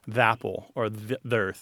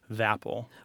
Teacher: we will drop the schwa and put that unvoiced TH, kind of alight it with the following word that begins with the vowel sound.